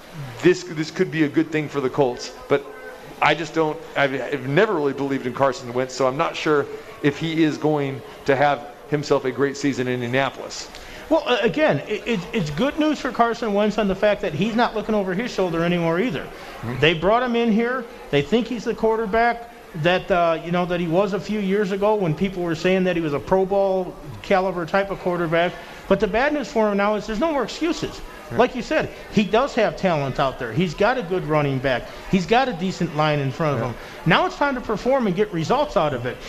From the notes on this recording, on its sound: Live at The Cosmopolitan.